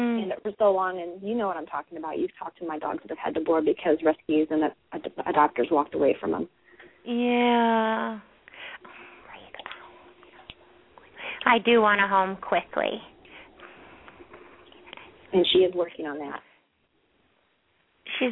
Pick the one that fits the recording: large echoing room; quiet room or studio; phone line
phone line